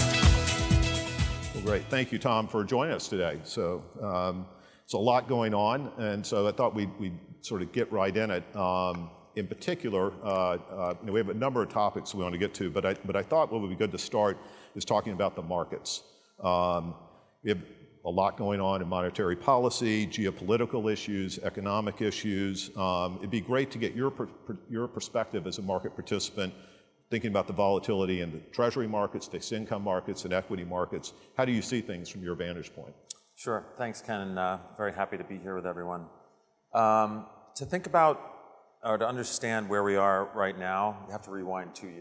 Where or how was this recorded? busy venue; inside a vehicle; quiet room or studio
busy venue